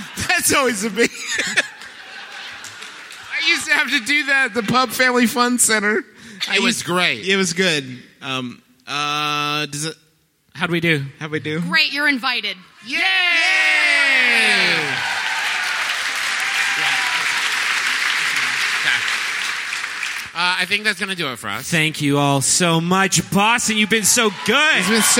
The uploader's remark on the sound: Here's our live show from the Wilbur Theater in beautiful Boston, MA! One out of the three of us was also playing Pokemon Go basically the whole time we were on stage.